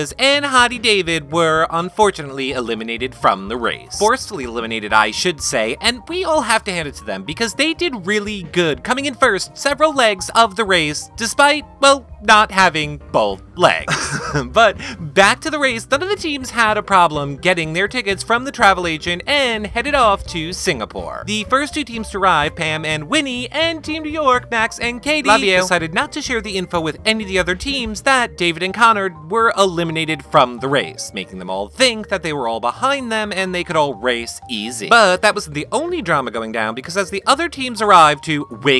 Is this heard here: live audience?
no